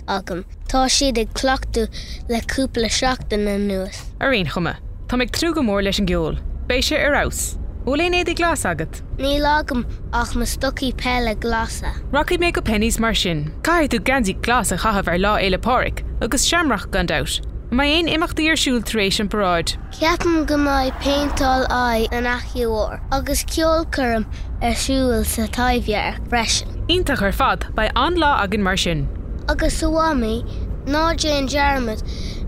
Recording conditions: inside a vehicle